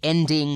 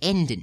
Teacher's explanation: the dropping of the G ending, the G sound at the end of the ing endings, and changing it into a simple in. · Shown in: second take · So ending becomes endin'.